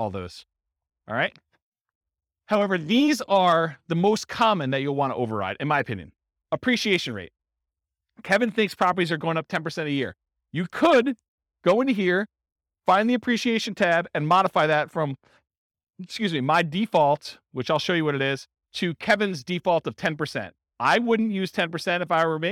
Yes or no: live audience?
yes